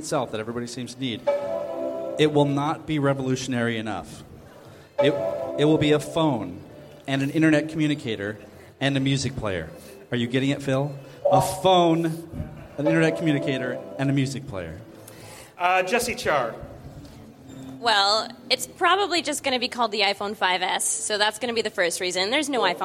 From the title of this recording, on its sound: Pundit Showdown live at Macworld|iWorld 2013